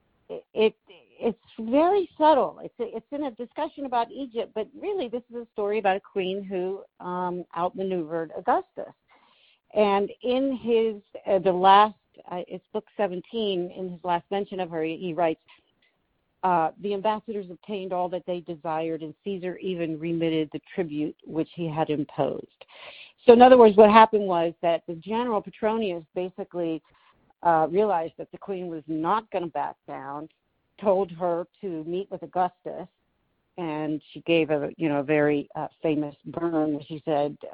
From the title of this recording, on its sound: Call-in Show